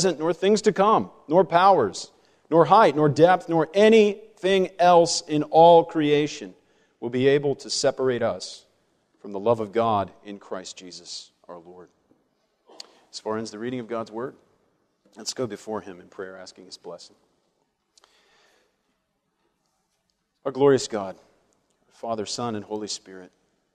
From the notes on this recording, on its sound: during the Sunday morning worship service over the 2014 Reformed Forum Theology Conference